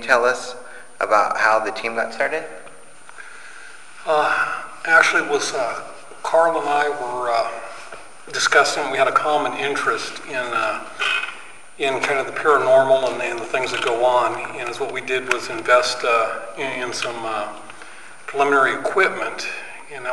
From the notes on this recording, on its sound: Live from the Grenada Theater In Ontario CA. Live from the Grenada Theater In Ontario CA.